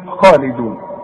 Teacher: الخاء دائما الخاء المفتوحة تبقى خاء، ممكن تبقى خي اذا كانت مكسورة